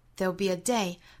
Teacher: there will 这两个词缩约之后呢，也是由两个音节变成了一个音节，读成 there 包含元音 a 刷 sound，再加后面的舌侧音就是 there will 当然这个词在句子之中是弱读的，所以我们读得很短又很快。